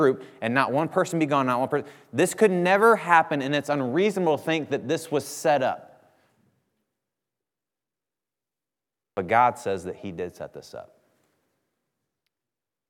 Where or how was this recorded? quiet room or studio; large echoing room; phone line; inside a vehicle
large echoing room